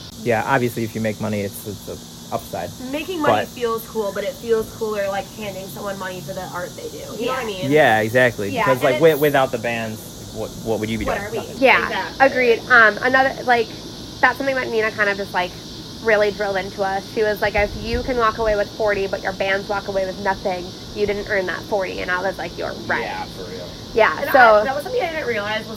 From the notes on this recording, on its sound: The cicadas were wild outside while recording which made editing a bitch.